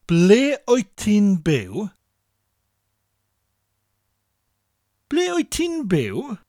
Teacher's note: In South Wales, ble rwyt ti'n byw? Dropping the R on rwyt in conversation